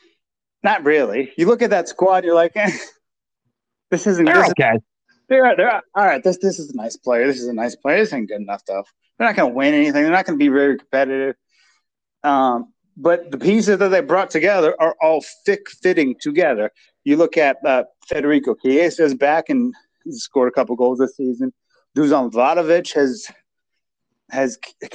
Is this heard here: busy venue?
no